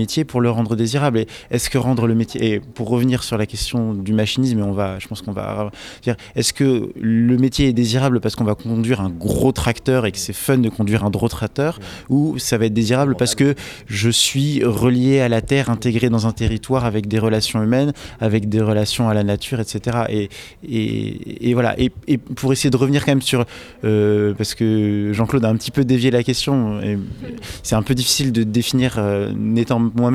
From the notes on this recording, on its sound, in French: Enregistrée pendant les rencontres Reprise de terres à la ZAD de NDDL en août 2021. Radio Fréquence Paris Pluriel.